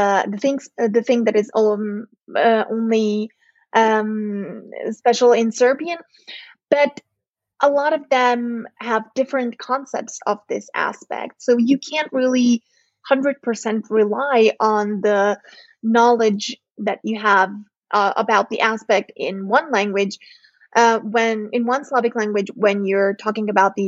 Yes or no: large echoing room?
no